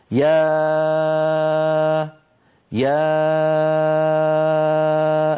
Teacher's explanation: تخرج الألف بانفتاح الفم ويكون اللسان في وضع الراحة مع اهتزاز الأوتار الصوتية في الحنجرة. يعني لما يقول أحدنا مثلا يا يا الآن، فمي مفتوح، اللسان في وضع الراحة، ليس له وضعية يعني خاصة.